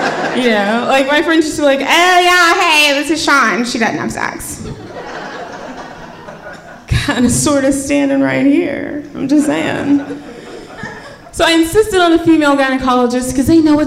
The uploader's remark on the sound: Live From Charleston!